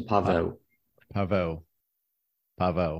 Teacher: the W is actually like a V sound, similar to German